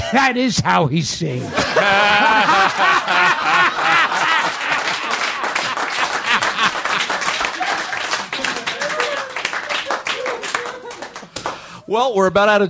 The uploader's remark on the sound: A live recording at SiriusXM radio, where they field questions (from callers and an in-studio audience).